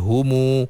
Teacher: dia menghidupkan huruf mim itu dengan mad dua harakat · Term: silah mim jama'